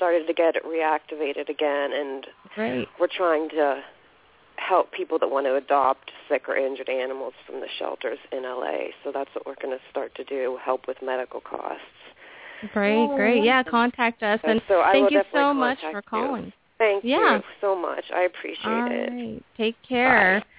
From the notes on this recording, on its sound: open up the lines for listeners to call